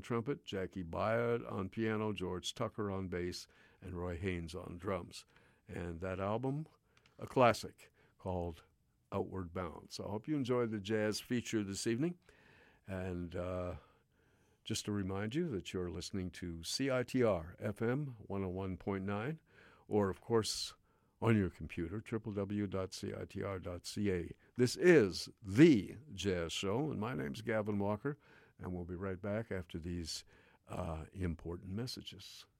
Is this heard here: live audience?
no